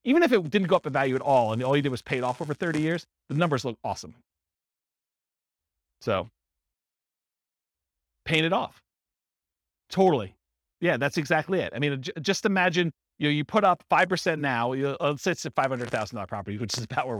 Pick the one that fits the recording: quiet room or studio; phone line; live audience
live audience